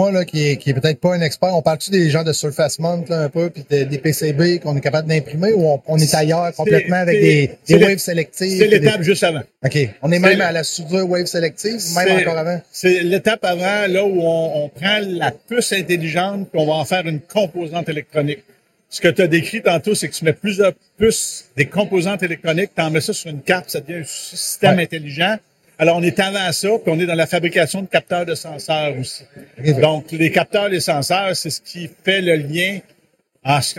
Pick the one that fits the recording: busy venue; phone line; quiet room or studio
busy venue